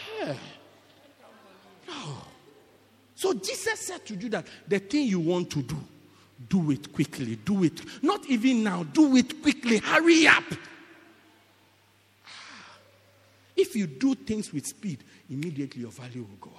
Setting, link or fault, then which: setting, large echoing room